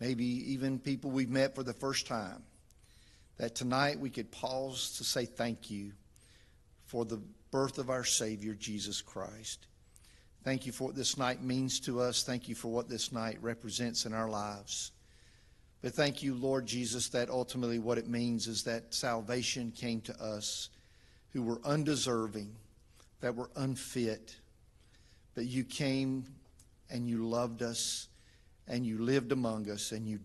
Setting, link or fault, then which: setting, large echoing room